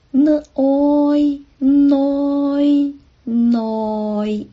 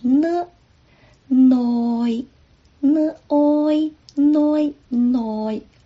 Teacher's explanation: 内容的内粤语是内，声母是呢，韵母是 oi n oi noinoi。可能大家对广东人讲普通话都有一个印象，就是 n l 不太分得清。那么这个内，普通话是 n 声母，在粤语里面也是 n noi n oi noinoi。在空气内，在空